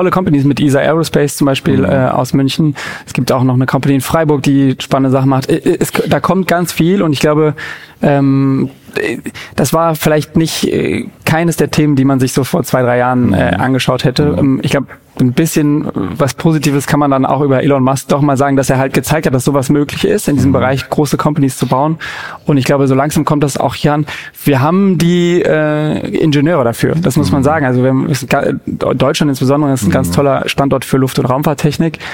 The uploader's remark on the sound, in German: Live von der PAKCon 2023 von Project. In der Live-Podcastfolge.